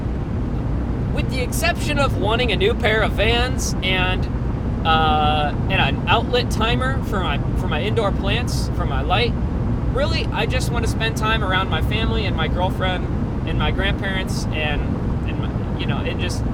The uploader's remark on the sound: While driving home. Hope the audio quality wasn't to bad.